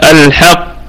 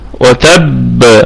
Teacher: هذه قلقلة كبرى لأنها مشددة متطرفة